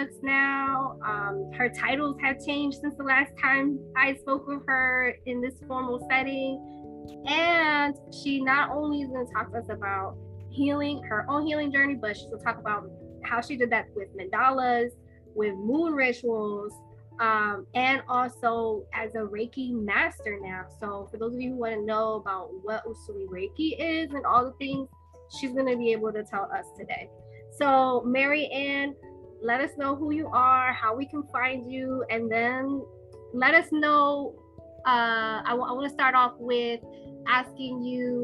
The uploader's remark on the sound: This episode was recorded LIVE via a private Facebook Group, The Healing Soulutions Space